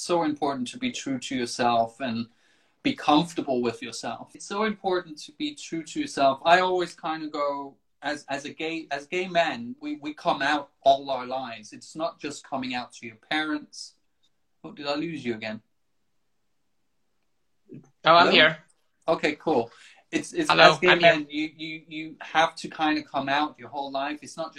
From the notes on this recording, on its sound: Recorded on 22 August 2020 on Instagram Live